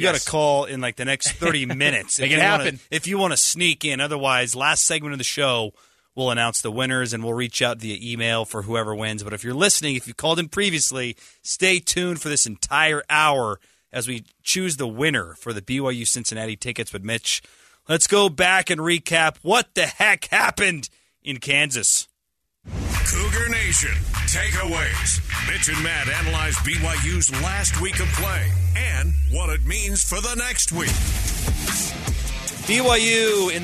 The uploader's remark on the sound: Listeners call in and sound off